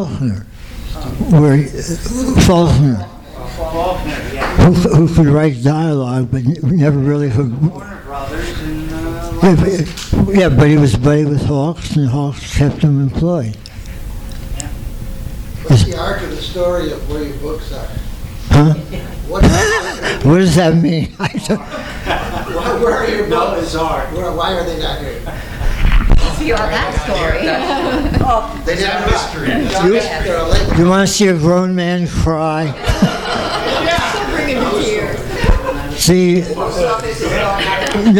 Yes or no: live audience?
yes